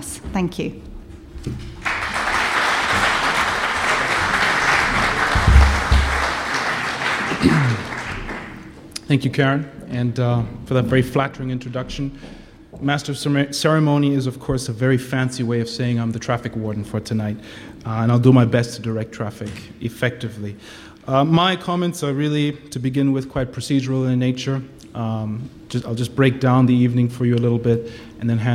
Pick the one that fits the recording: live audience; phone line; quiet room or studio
live audience